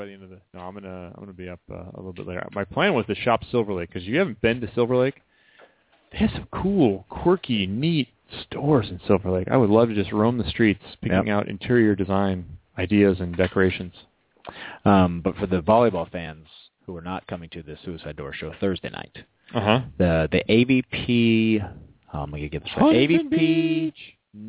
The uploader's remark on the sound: called in for a great interview